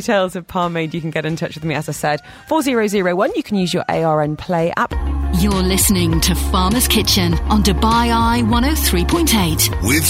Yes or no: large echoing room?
no